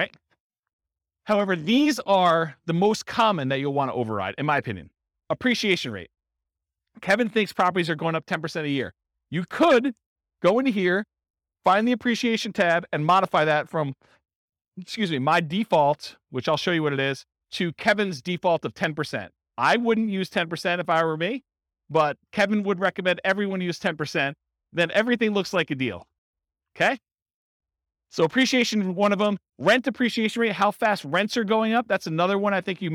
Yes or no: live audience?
yes